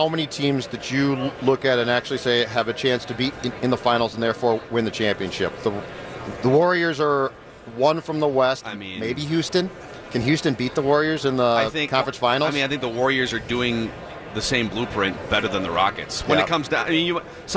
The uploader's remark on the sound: live from Radio Row